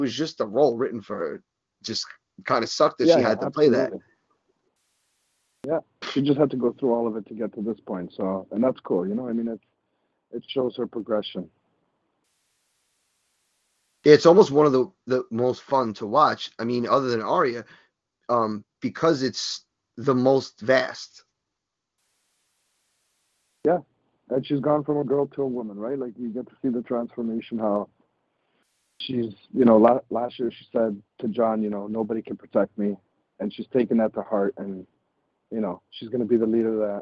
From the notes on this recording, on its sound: FAN CALL-IN SHOW